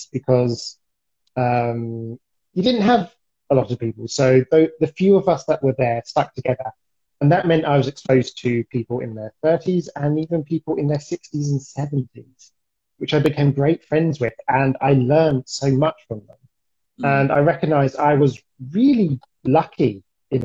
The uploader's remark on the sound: Recorded on 4 September 2021 on Instagram Live